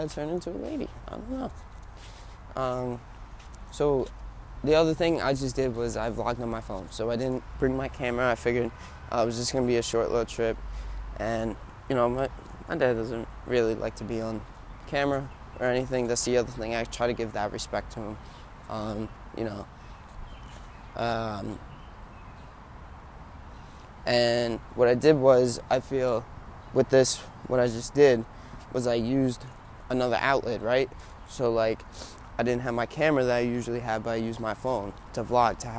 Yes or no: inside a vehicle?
yes